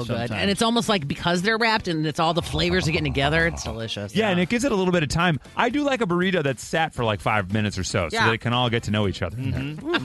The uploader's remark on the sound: Mixers called